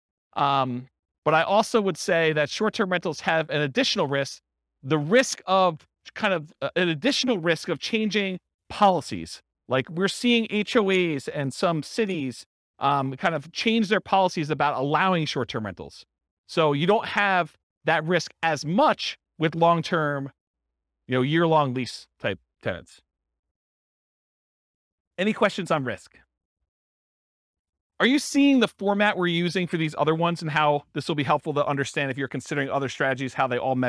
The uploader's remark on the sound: This was a live class recorded